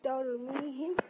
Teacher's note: الراء عندي ايه؟ راء ساكنة بعد فتح تفخم على طول